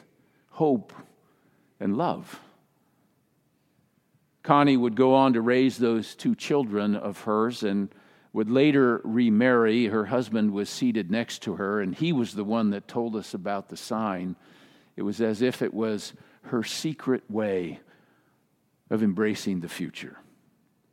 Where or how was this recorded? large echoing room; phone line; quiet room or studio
large echoing room